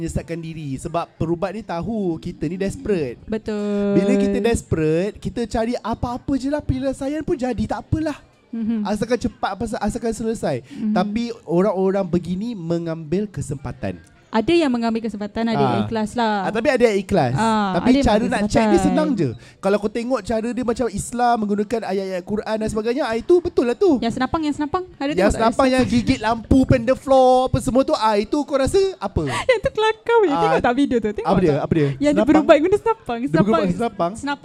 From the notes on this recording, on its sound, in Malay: Di tengah-tengah keseraman dan keghairahan Festival Seram Buku Prima